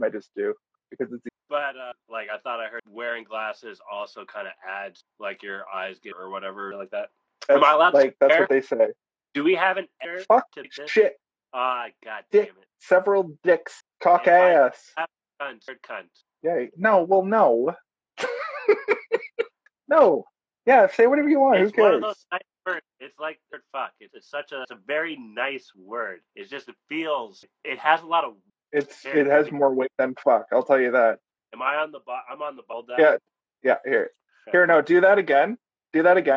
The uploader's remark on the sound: Luckily the sound has been compressed.